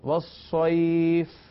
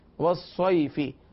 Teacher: حروف لین کے بعد جب سکون آتا ہے، کوئی حرف ساکن آتا ہے، تو وہاں بھی مد کی صورت بنتی ہے · Shown in: first take